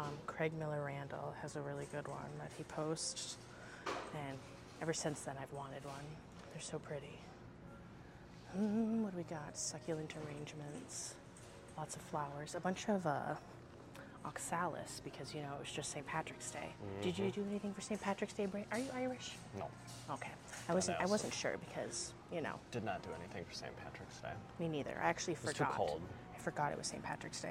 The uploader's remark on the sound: Recorded live and on-location at four different big box stores. We peruse the isles and try to not let the employees onto us recording in their stores.